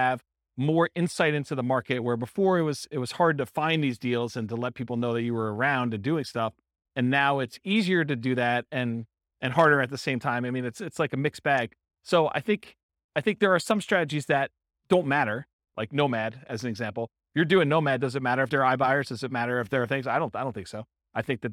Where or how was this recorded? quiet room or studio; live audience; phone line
live audience